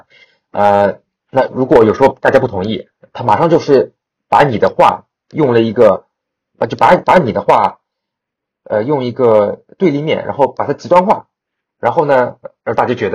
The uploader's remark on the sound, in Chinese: 本期因为主播感冒和设备因素，录音质量有所瑕疵，请大家见谅。